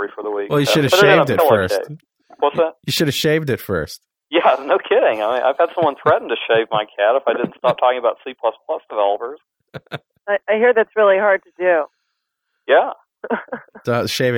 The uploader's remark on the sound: This week's show is a roundtable discussion. See what happens when you get a bunch of geeks on the phone and turn em loose!